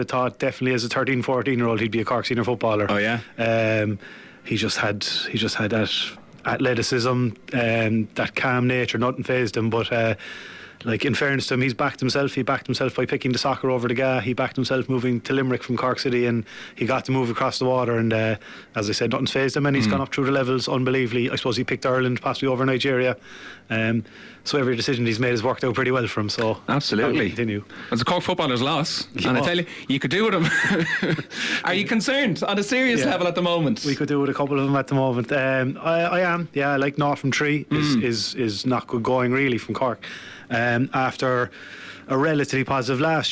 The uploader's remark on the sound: live from Virgin Media Park in Cork